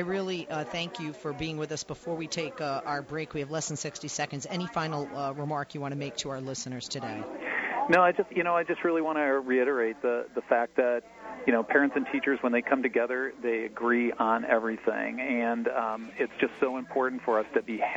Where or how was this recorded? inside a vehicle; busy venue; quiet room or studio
busy venue